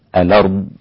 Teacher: لا تفسدوا في الأرض، كلمة الأرض جاءت بالنقل وجاءت بالسكت، فالنقل يكون نقل حركة الهمزة إلى الساكن قبلها